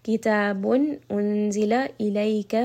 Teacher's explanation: This is one of the throat letters, hamza, ha, ayn, ha, ghin, kha. So noon sound here in the tanween is going to be pronounced very clearly